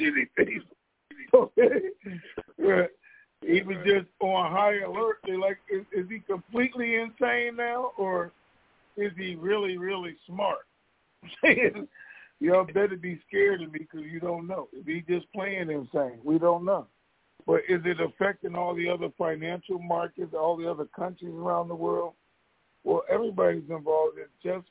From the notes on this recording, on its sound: TNTSuperfantastic Conference Call.